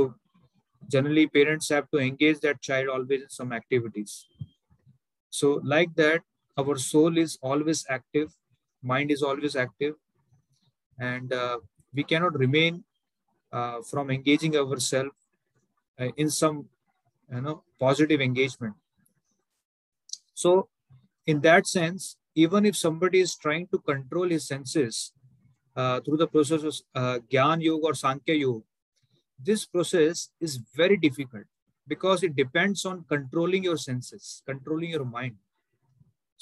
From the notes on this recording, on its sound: Zoom recorded class. HKM, Mumbai.